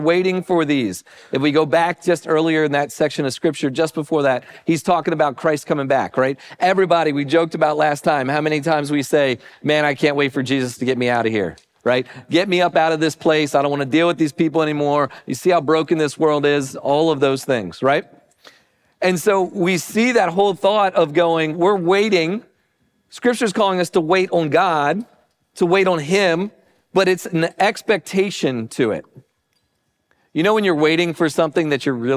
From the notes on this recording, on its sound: Recording of Sunday gathering on Dec 17th, 2023.